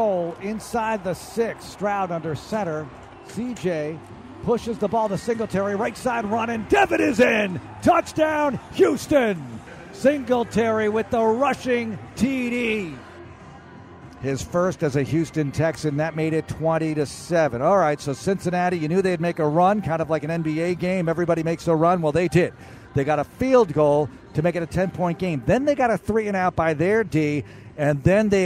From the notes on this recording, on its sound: audio from the locker room